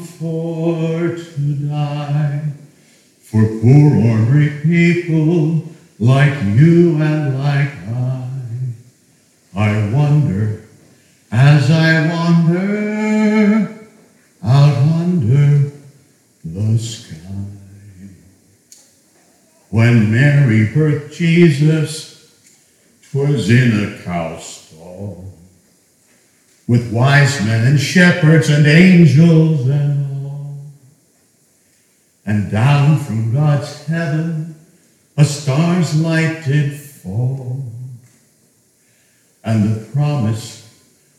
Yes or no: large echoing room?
yes